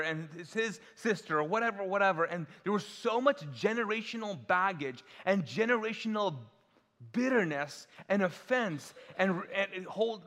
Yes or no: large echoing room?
yes